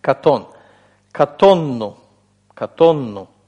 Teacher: «нун» корня, последняя корневая «нун», «катон», сливается с «нун» суффикса · Term: сильный дагеш